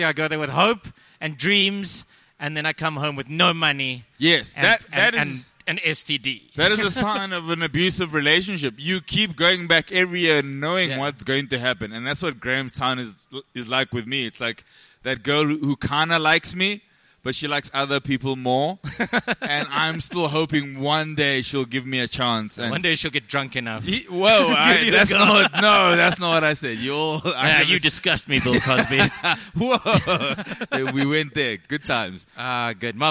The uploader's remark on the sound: takes to the stage at the Icon Comics and Games Convention, in front of about 15 people